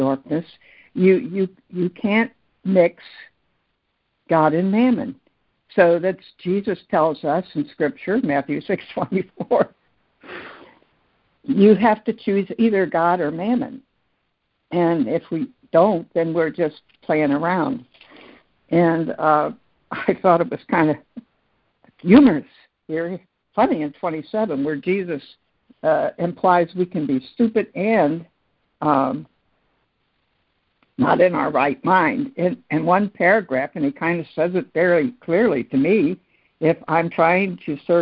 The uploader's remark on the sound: ACIM Daily Conference Call.